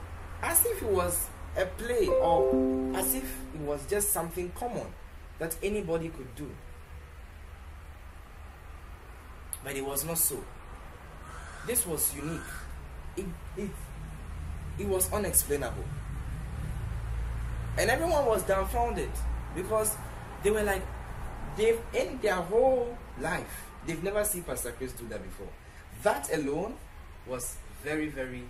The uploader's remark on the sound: Preached at the The Day Of Blessings Service, Accra, Ghana.